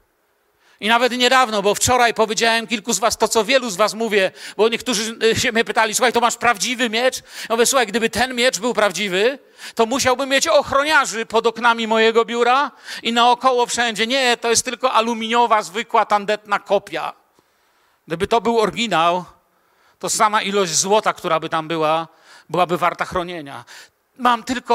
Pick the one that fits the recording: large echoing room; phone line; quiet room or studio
large echoing room